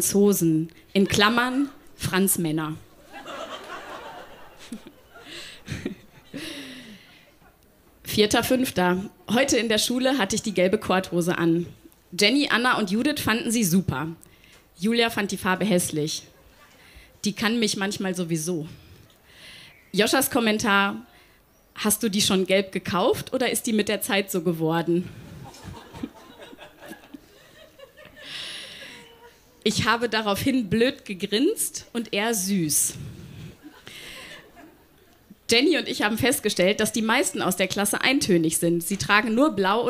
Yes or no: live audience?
yes